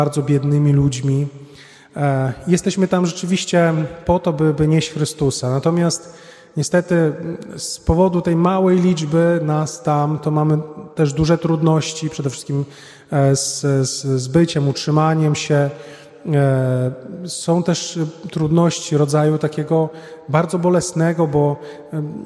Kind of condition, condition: setting, large echoing room